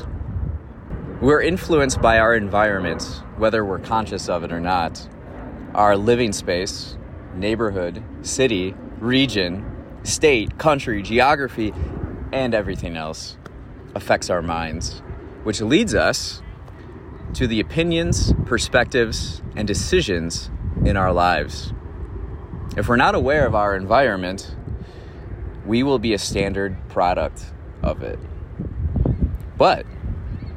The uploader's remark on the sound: recorded this episode on sitting on a rock at Lake Michigan